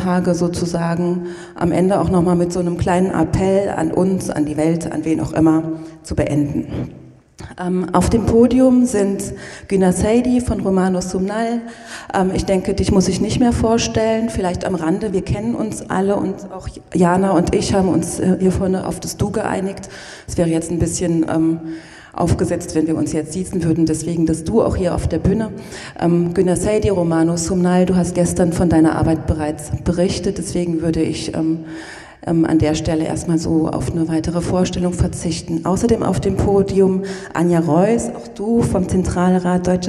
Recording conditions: live audience